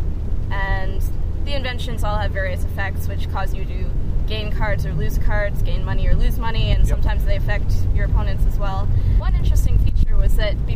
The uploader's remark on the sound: Drive home in the driving rain from Spring Meltdown in Lyndonville, one of the Green Mountain Gamers’ game days held around Vermont. How do you pass the time during a two hour ride from Lyndonville to Burlington?